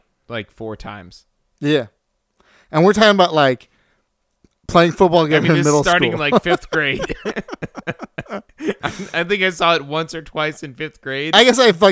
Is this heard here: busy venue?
no